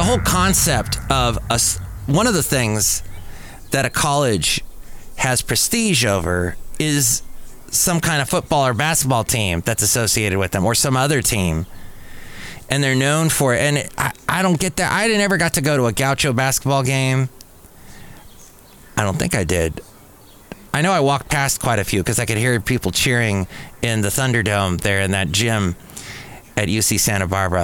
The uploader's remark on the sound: podcasts live from Café Anyway